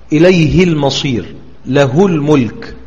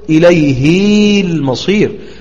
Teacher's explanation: فقد اتفق جميع القراء على قصر هاء الضمير إذا وقعت قبل الساكن · Shown in: first take · سواء كانت مسبوقة بالساكن أو مسبوقة بالمتحرك.